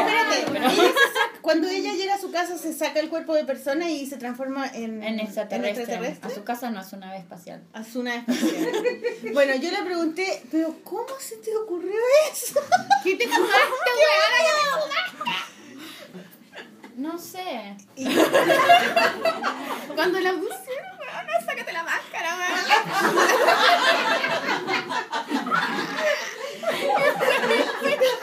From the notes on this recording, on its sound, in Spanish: Nuesto primer capítulo con publico!